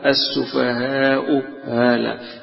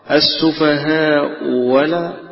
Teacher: يقوم له وجهان في هذه الهمزة، فيقرأ السفهاء ولا السفهاء هلا، يبقى بتسهيل الهمزة الثانية أو بإبدالها واوا